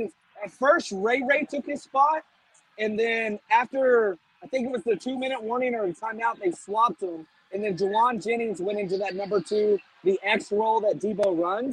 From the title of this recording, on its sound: Live From Levi’s